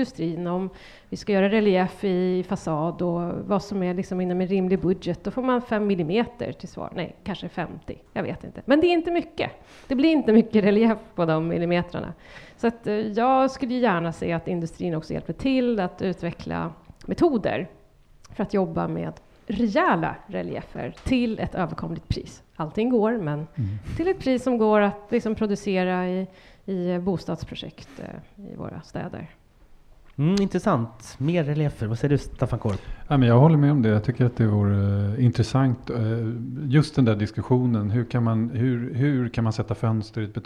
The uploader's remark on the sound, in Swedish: BETONGMAFFIAN LIVE FRÅN ALMEDALEN